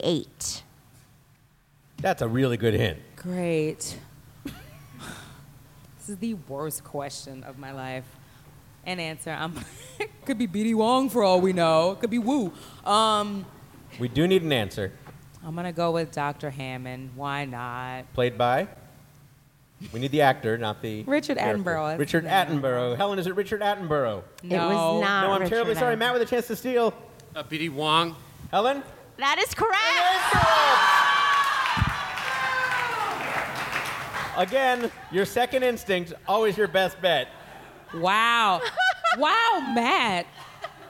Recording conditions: busy venue